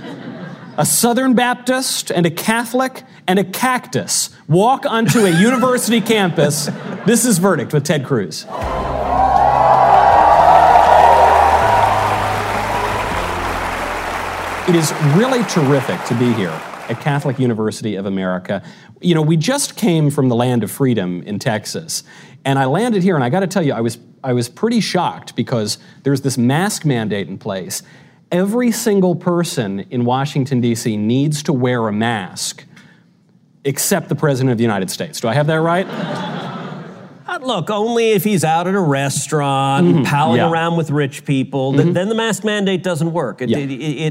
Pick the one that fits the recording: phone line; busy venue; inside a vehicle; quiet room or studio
busy venue